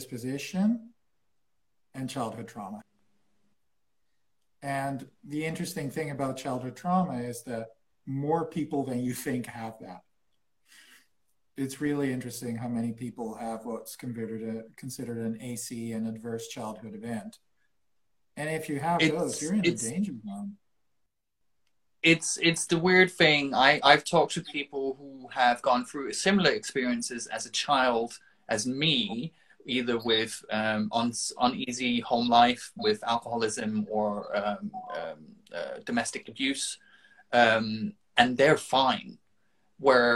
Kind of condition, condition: link, video call